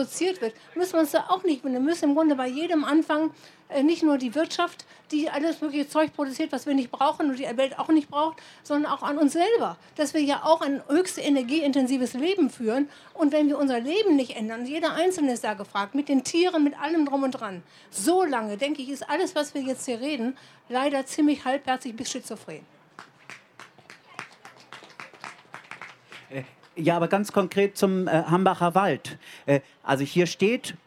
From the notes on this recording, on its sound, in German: Diese Aufzeichnung stammt vom 01.09.2018 auf der Hauptbühne beim Campfire-Festival in Düsseldorf.